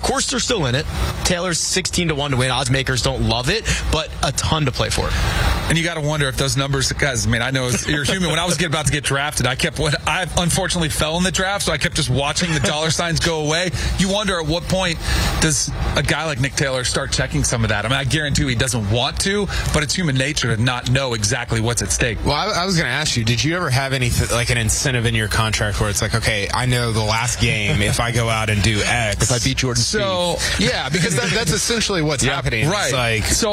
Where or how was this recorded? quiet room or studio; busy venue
busy venue